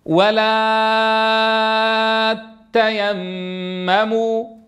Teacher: فهذه التاءان المتتابعتان من العرب من ينطقها متتابعتين، ومنهم من يشددها · Term: بتشديد التاء